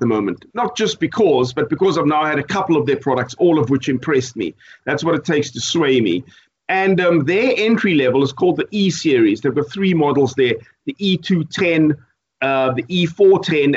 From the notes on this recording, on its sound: Recorded via Skype